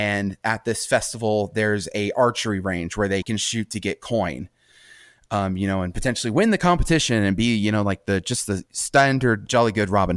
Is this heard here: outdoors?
no